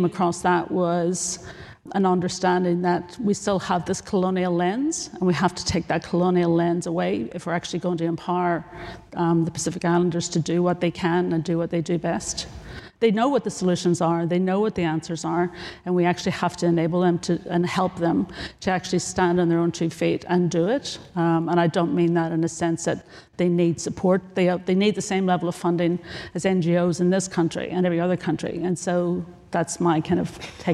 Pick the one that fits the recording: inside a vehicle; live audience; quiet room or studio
live audience